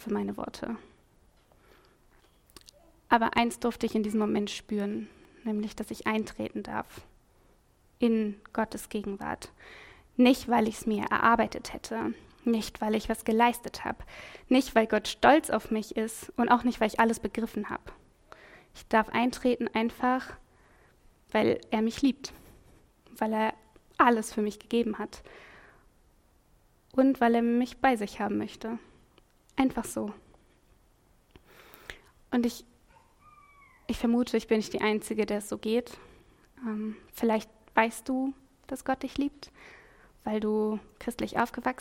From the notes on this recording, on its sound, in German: Predigt im Rahmen des GreifBar+ Gottesdienstes